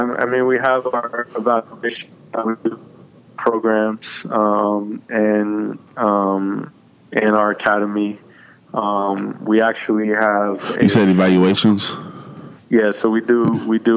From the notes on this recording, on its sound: connects via phone